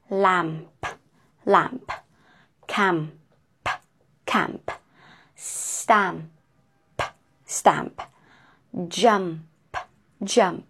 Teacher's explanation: You just make a plosive sound. Two lips together.